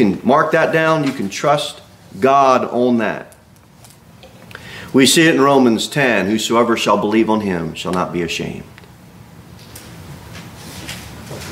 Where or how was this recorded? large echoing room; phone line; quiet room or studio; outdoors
large echoing room